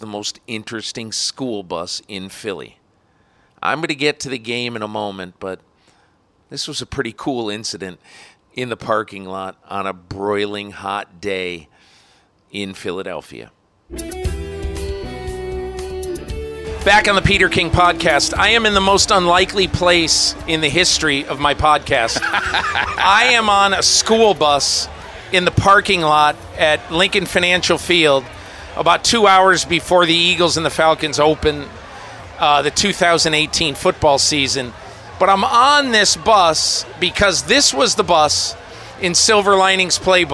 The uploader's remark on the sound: Live from Opening Night. A live game podcast--from the parking lot, the field, the press box and the locker rooms.